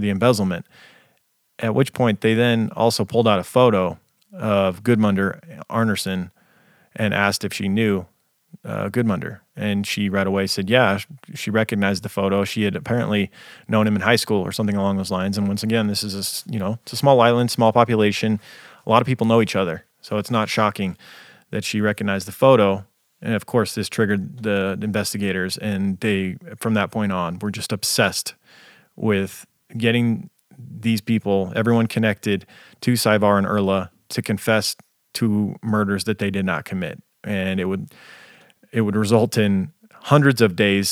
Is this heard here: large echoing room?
no